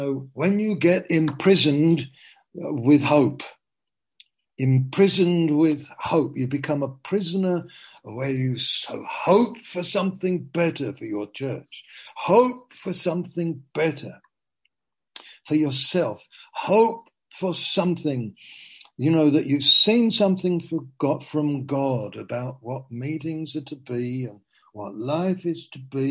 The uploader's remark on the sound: (Zoom) - Teign Valley Sessions - 19:00.